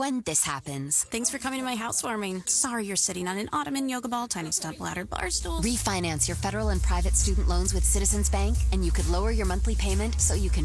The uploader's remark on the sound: Technology ruined the day. With severe audio problems in the 7-8am time slot we decided to take it old school and use phones to connect us to you!